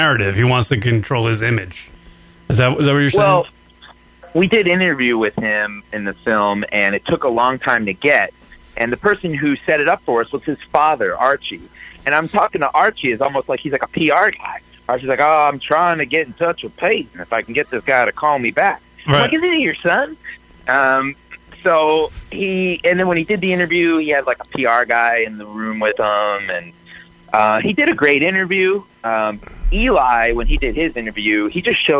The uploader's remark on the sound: joined on the phone